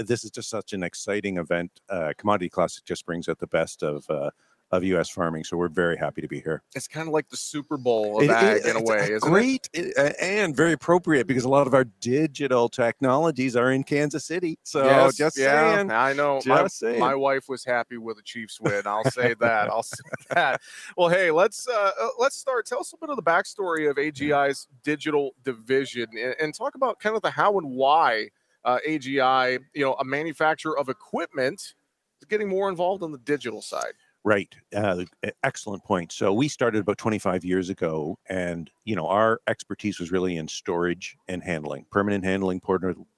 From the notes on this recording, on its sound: we broadcast live from AGI's booth at Commodity Classic